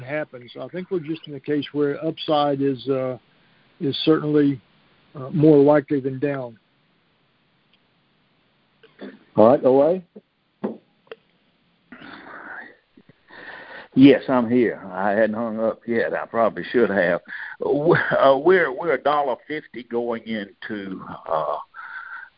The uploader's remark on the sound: Monthly Conference Call